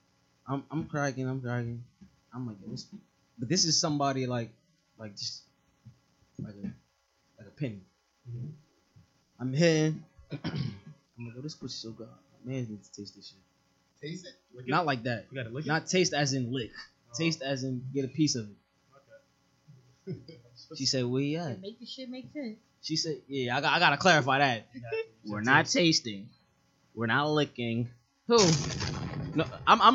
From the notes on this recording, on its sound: Few audio issues this episode, apologies!